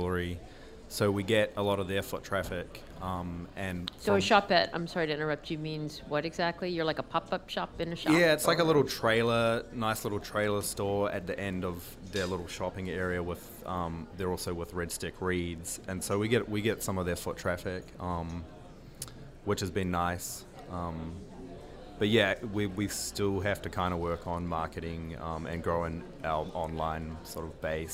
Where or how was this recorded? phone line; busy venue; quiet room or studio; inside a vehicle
busy venue